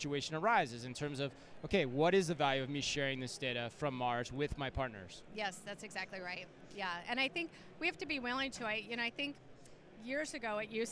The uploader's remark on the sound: Live From Manifest 2024. LIVE FROM Manifest: The Future of Supply Chain & Logistics 2024.